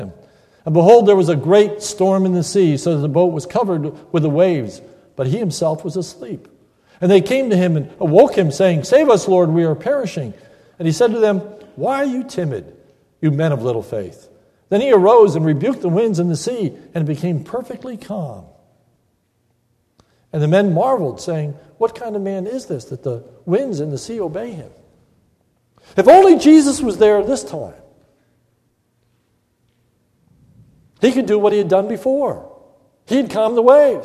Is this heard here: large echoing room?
yes